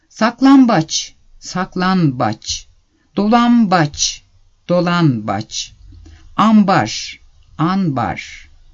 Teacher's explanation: Türkçe'de kullanılan bazı kelimelerdeki B ünsüzünden önce gelen N ünsüzü M'ye dönüşür.